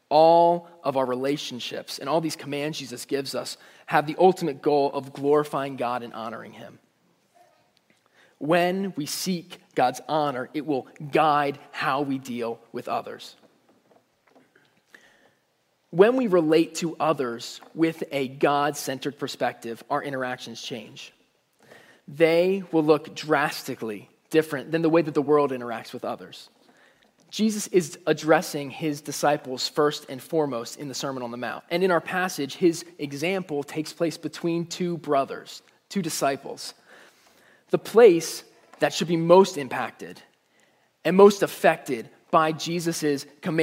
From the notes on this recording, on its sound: Message Preached at Valley Creek Church.